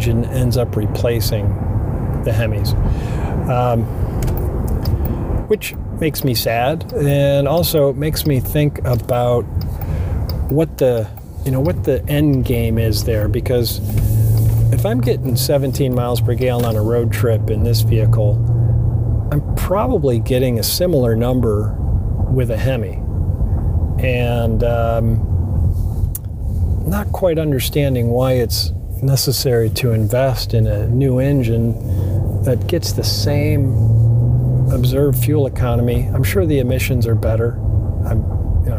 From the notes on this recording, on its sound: takes you along for a live drive review to show you how the Grand Wagoneer L performs in real-time.